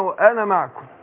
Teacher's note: الهمزة بتسقط في وسط الكلام، الألف هنا ما بينطقش